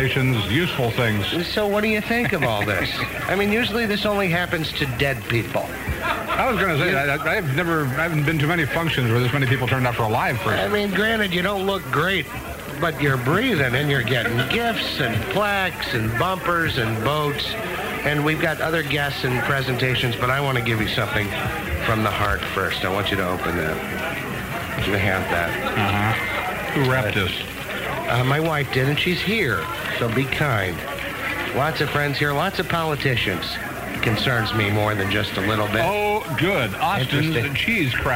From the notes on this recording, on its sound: Signed off for the last time on KMOX. A live broadcast at the Summit Restaurant in downtown St.